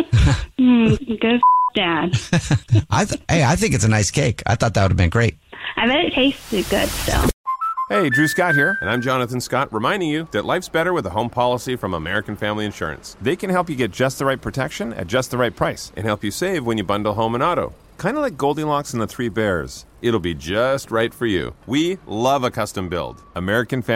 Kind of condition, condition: link, phone line